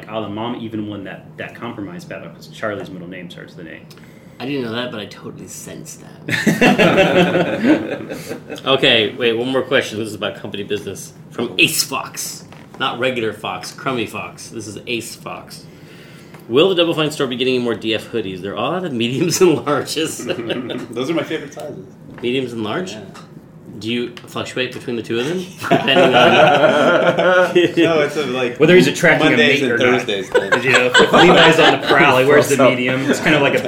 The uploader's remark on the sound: Still only have the one mic though.